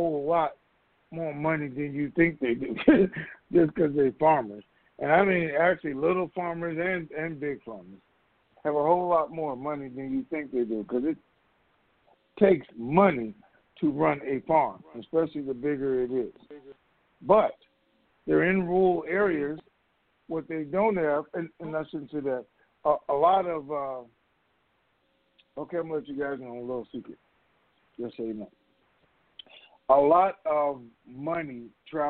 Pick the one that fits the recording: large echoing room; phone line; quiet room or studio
phone line